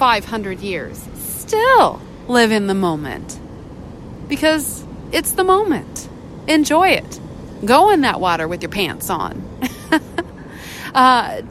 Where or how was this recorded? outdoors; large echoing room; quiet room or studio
outdoors